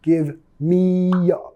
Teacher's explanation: Vamos a vincular metiendo sonido Y, mía, mía. Give me a break.